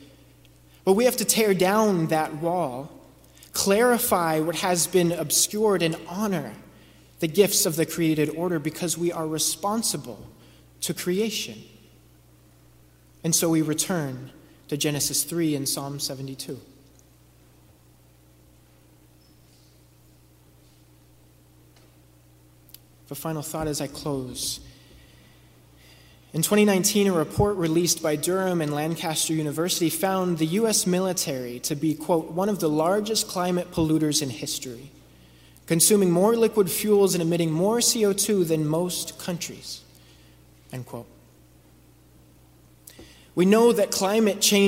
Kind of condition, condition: setting, large echoing room